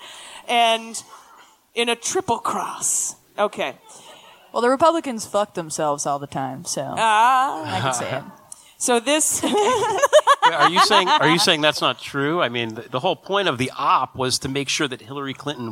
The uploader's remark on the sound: At our live show in Boston, MA.